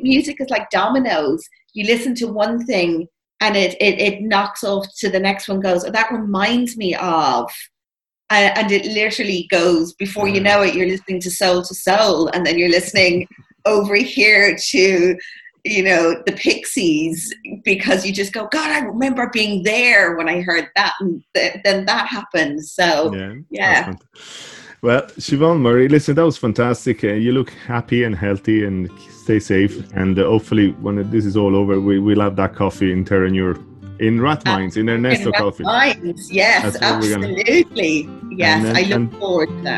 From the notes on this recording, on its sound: Over Zoom. In Ireland, at the time of recording, we are at week three of this new reality.